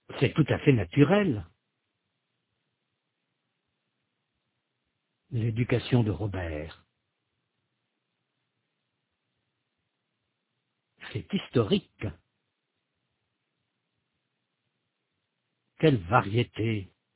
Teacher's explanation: Rappelez-vous qu'il n'y a pas d'accent tonique à l'intérieur d'un groupe rythmique. Il n'y a un léger accent tonique qu'à la fin du groupe. Chacune des expressions suivantes constitue un groupe rythmique.